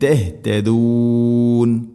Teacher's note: ഹാ തൊണ്ടയുടെ താഴെ ഭാഗമാണ്, തഹ്തദൂൻ എന്ന് ലഅല്ലകും തഹ്തദൂൻ ഇങ്ങനെ ഓതിപ്പോകരുത്, തഹ്തദൂൻ.